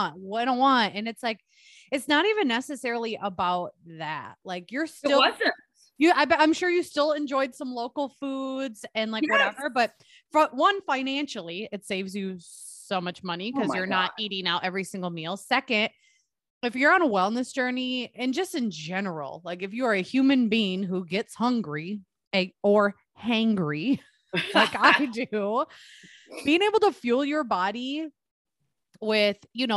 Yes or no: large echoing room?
no